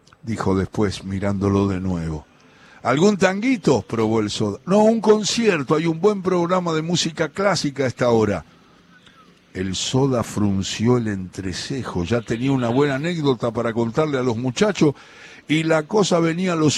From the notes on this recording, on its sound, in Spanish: Desde la Feria Internacional del Libro de Buenos Aires